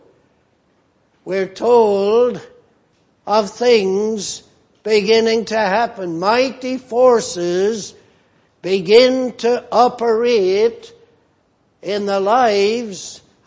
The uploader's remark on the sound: at the Lord's Day Morning service on 17th June, 2018